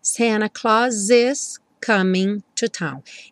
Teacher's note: o S do Santa Claus já juntou com is.